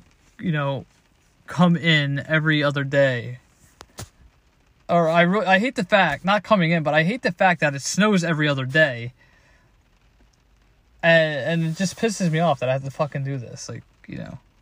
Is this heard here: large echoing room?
no